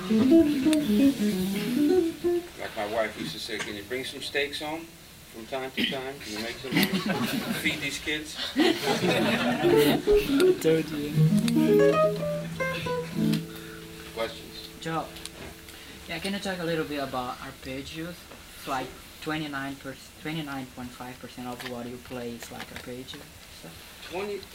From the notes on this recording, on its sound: When I was at Berklee College of Music. It was captured with my old Sony tape recorder, so the quality is not so good (better to use headphones).